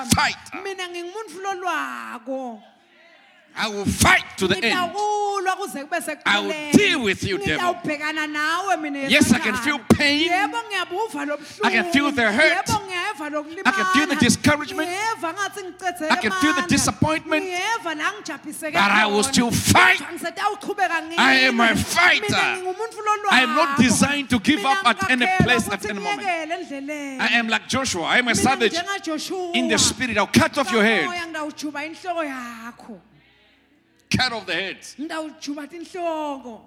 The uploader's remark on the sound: Recorded Live at the Apostolic Hub.